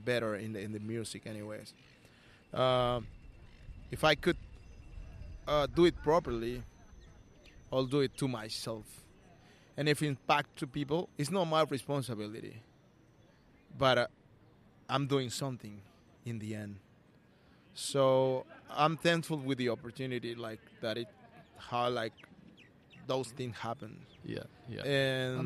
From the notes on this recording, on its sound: the street, so you’ll be immersed in the natural sounds of the Melbourne CBD